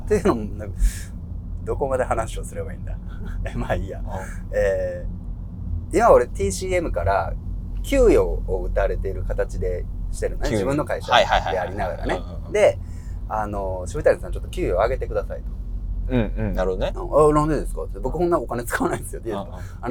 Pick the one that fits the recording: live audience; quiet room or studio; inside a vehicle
inside a vehicle